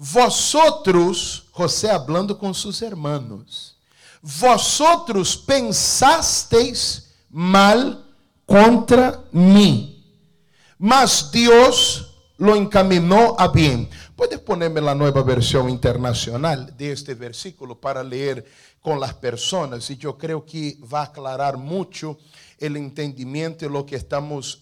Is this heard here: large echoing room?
yes